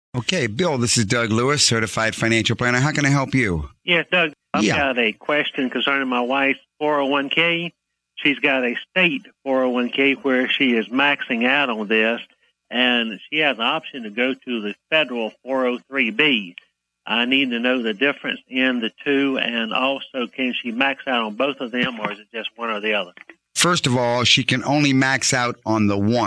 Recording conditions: phone line